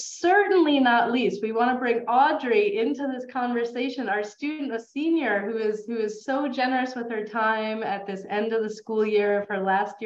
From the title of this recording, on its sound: Educator Webinar